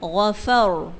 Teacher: را کو پر رکھیں گے کیونکہ را ساکن سے پہلے زبر ہے